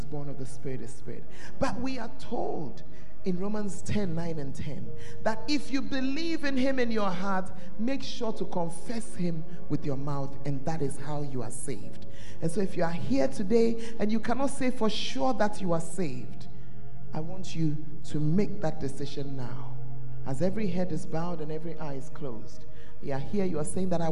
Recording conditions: large echoing room